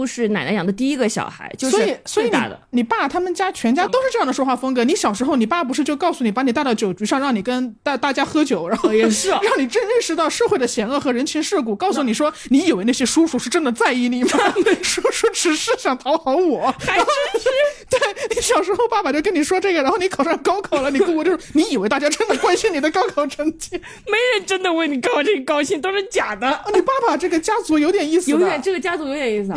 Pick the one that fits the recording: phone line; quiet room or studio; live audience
quiet room or studio